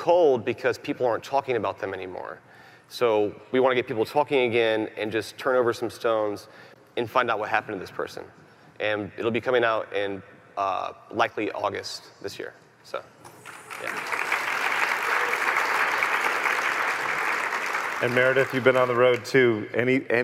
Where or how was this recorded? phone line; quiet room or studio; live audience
live audience